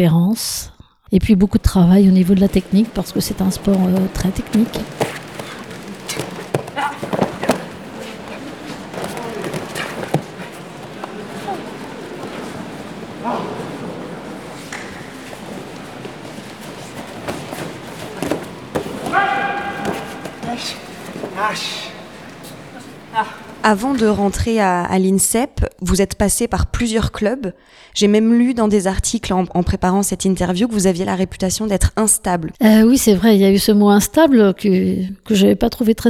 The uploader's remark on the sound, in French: Les ambiances sonores ont été enregistrés à l&#39;Institut du Judo en mars 2020. Les ambiances sonores ont été enregistrés à l'Institut du Judo en mars 2020.